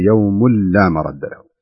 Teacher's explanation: لاحظ أن هناك تنوين أتى بعده حرف اللام، فيكون هناك إدغام لكن بغير غنة · Term: إدغام بغير غنة